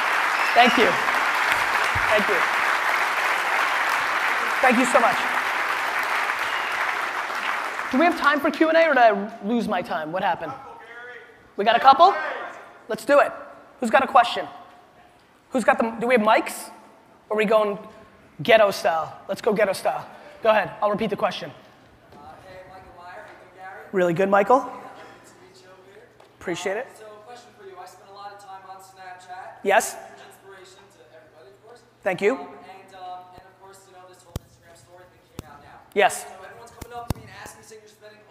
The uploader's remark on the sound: A keynote: Inman Connect Conference 2016